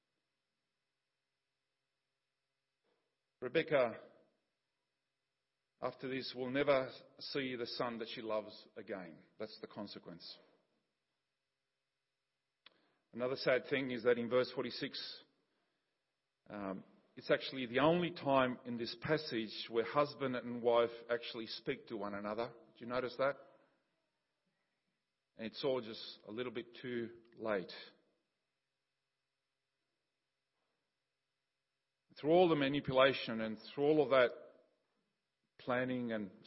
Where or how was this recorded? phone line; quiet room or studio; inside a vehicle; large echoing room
large echoing room